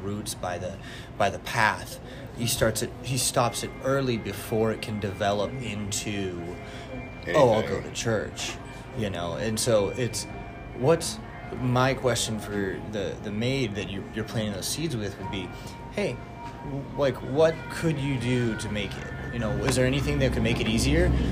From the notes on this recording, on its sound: We did this episode at rocket bakery, so there is going to be some background noise.